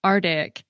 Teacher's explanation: It's possible that the first C might not be heard in rapid speech, even if a speaker's articulating it. That's because it's produced farther back in the oral cavity than the following T, and so its release can be masked.